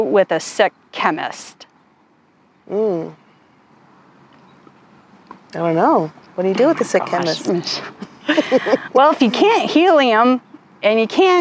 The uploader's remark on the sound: This podcast we went outdoors for a special field trip episode. Bathed in the warmth of a 71-degree February day.